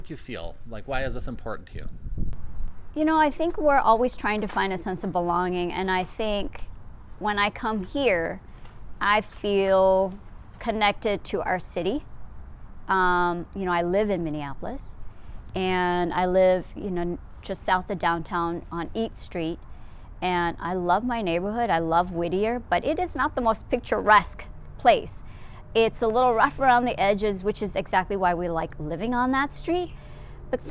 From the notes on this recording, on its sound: at Boom Island park in Minneapolis